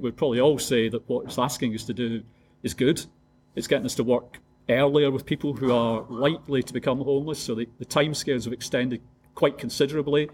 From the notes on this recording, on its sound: This podcast episode was recorded as a panel discussion at Hull and East Riding Citizens Advice Bureau's 'Helping People Through Crisis' event.